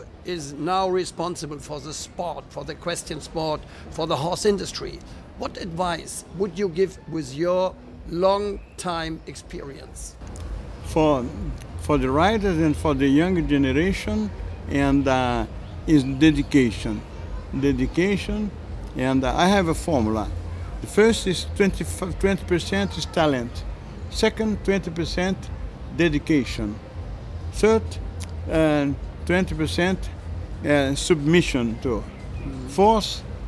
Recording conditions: busy venue